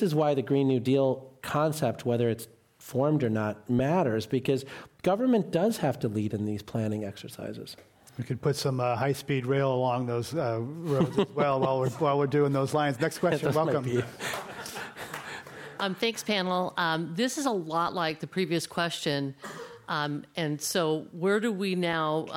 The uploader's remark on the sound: This program was recorded in front of a live audience at The Commonwealth Club of California in San Francisco on August 5, 2019.